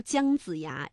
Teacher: 先发鸡的时候，舌尖要抵住下门齿，舌面要紧贴硬腭，气流冲出发声。再发滋，舌尖要向前平伸，抵住上齿背，然后气流啊从窄缝当中挤出发声。它这个从姜子